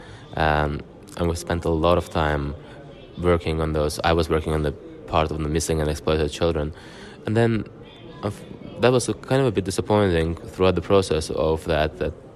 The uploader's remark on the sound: Today we are coming to you from Baku, Azerbaijan, with the first of the two special episodes recorded during the 7th Global Baku Forum.